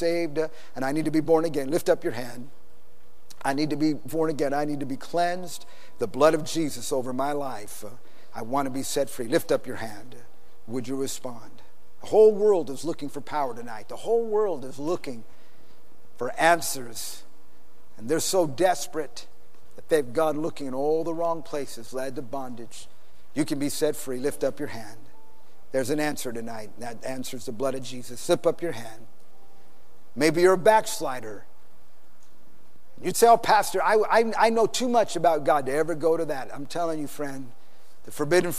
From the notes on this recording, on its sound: PREACHED IN SAN ANTONIO TX 2011